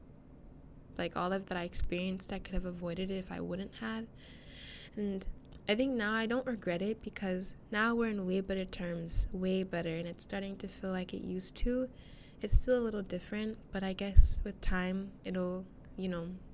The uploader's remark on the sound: I'm so sorry for the wind sounds, aghhh I lost my fluffy mic thingy.